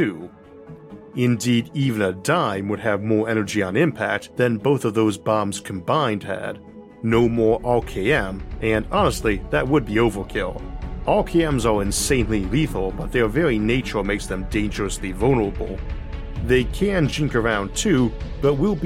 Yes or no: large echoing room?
no